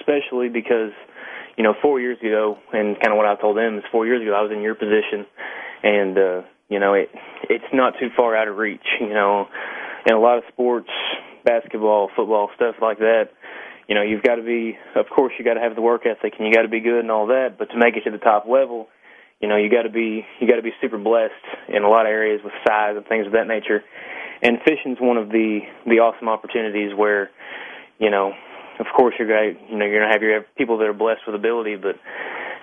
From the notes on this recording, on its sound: answers your phone calls